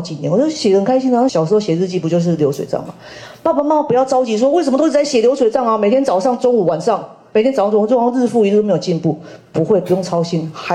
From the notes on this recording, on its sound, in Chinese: 人文讀書會現場錄音